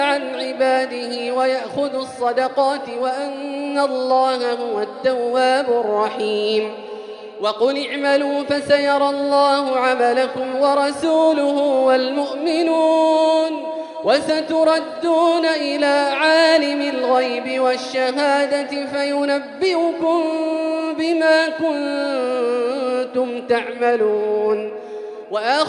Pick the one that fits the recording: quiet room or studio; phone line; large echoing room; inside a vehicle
large echoing room